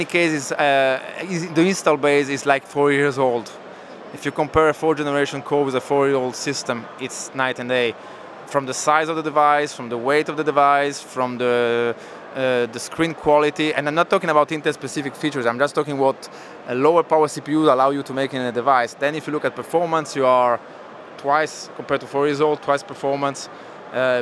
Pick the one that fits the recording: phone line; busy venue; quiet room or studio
busy venue